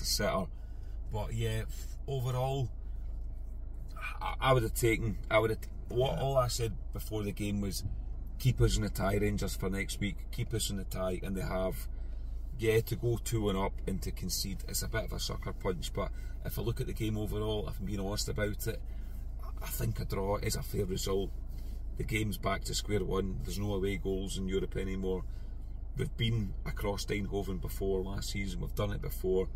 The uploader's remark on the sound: bring reaction from the car